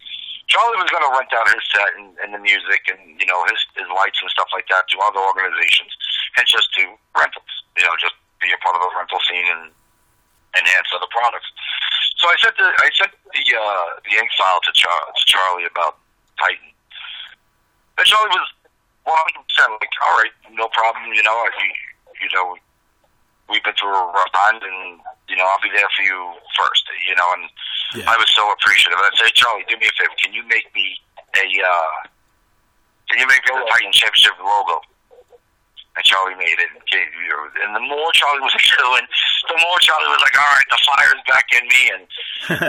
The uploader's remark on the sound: The Founders and Directors of Titan Championship Wrestling call into the show